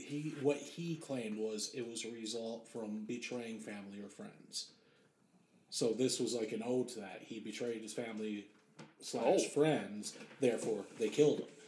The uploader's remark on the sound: Some slight issues and this was the first time recording with a new Mic